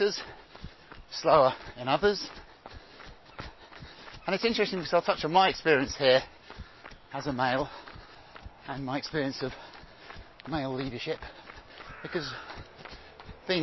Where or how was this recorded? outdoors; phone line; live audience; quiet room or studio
outdoors